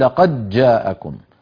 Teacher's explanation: الدوري عن أبي عمرو يدغم الدال في الجيم